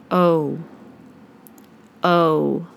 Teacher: The body of the tongue rises, and the lips go into a small circle. · The long O begins with the body of the tongue higher in the mouth. The beginning of the long O is more similar to a short U sound, a.